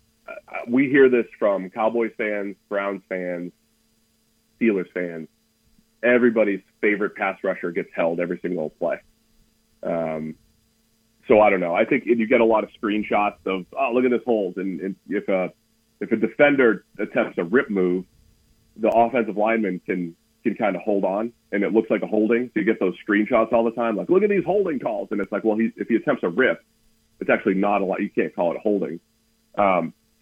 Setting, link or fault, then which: link, phone line